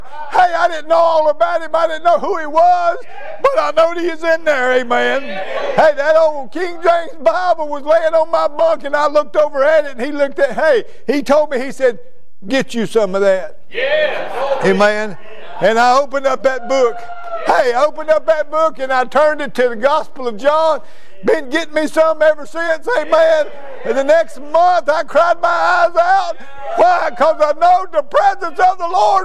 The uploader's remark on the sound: during a worship service at Immanuel Baptist Church, Florence, Ky.